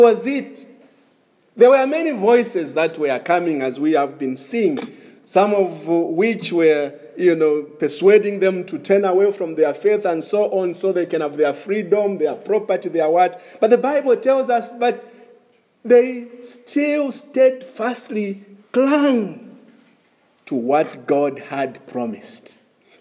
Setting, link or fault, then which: setting, large echoing room